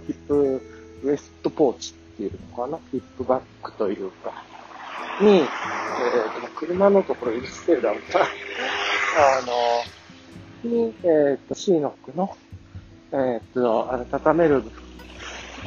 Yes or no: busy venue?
no